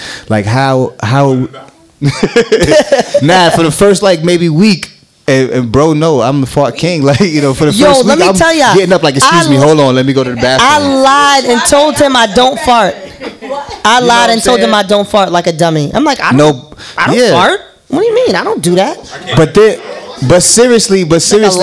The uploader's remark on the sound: The Live Episode